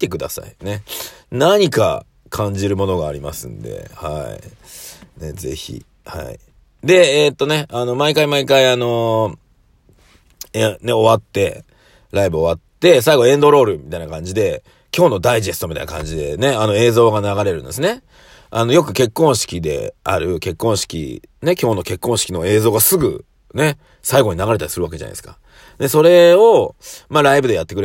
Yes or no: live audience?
no